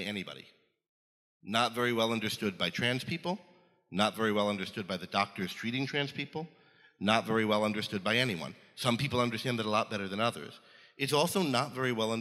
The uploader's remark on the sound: Attendees take this final opportunity to pose any lingering questions the conference may have raised. Recorded live at Ayn Rand Con Europe 2023.